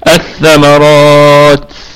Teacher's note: ونراعي أيضا صفة الهمس في التاء حال الوقف، الثمرات، يعني بعض الهواء يصاحب حروف الهمس حال السكون.